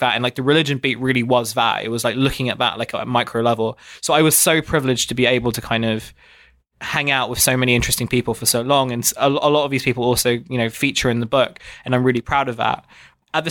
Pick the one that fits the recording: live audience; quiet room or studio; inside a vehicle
quiet room or studio